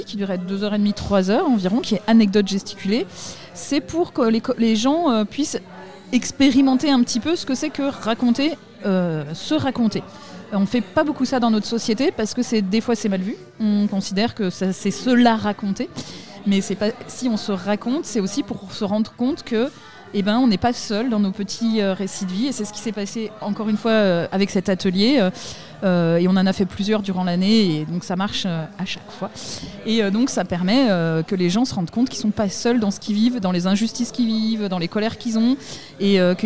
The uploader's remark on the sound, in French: Festival "Agitons Nos Idées" Conférences Gesticulées. L’émission de radiophonique, présente sur le dernier jour de festival à la MJC Saint-Just, a rassemblée au micro plusieurs invité.es comme des gesticulant.es programmé.es sur le festival, les organisateur.trices de l’événement ou encore un collectif de clowns !